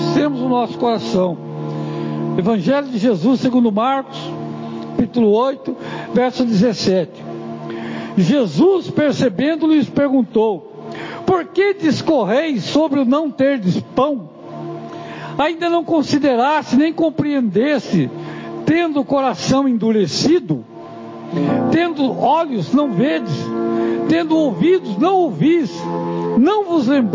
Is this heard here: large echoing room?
yes